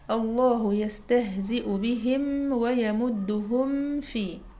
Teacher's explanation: فننطق الميم بكيفيتها المتوسطة بين كمال الشدة وكمال الرخاوة، وبعد كده بننتقل الى مخرج، طبعا مع المحافظة على زمن التوسط، وبيصل إلى حركة بسبب صفة الغنة الموجودة في مخرج الميم، ثم الانتقال إلى مخرج الحرف الآتي بعدها والتباعد بالحركة.